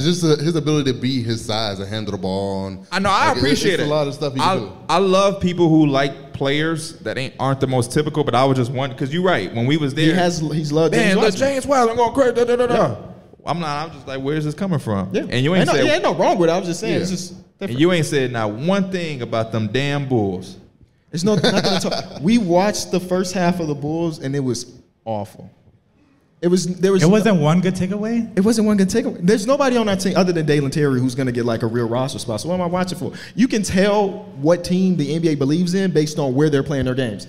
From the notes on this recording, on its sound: We're live from Vegas for NBA Summer League